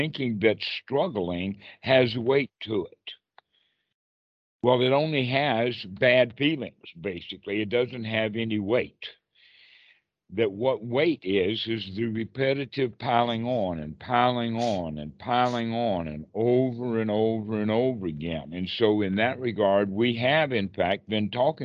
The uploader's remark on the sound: skype calls on this channel